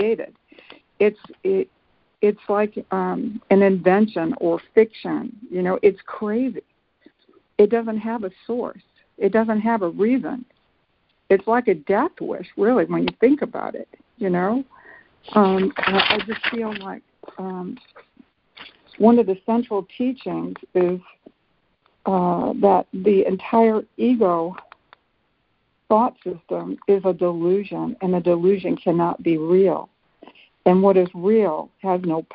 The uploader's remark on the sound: ACIM Daily Conference Call